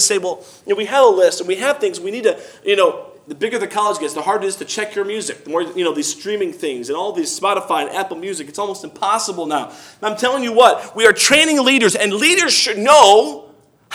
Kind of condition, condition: setting, large echoing room